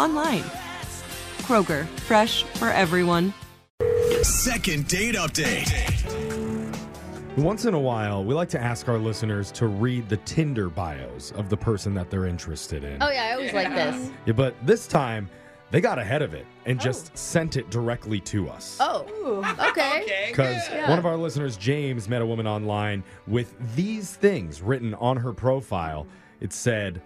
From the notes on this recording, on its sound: The guy on the phone today